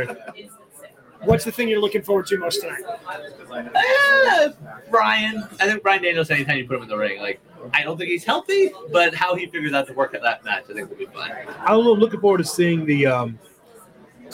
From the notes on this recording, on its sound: live from Starrcast in Chicago